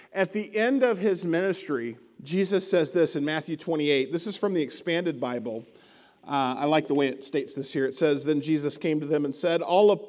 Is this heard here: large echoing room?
yes